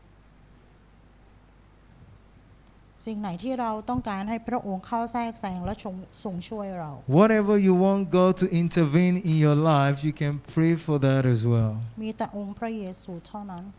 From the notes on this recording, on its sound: This Sunday sermon was Preached Live